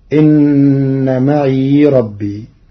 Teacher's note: قرأ ورش كلمة معي بإسكان الياء في لغة بعض العرب